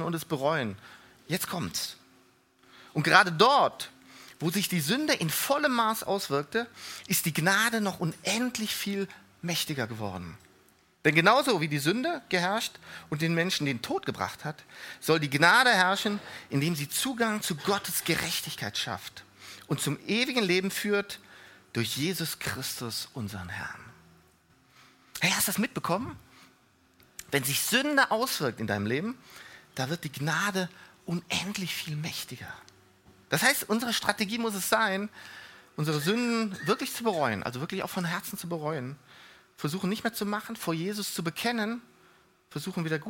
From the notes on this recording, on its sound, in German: Die Predigten der Lifestream Church Regensburg.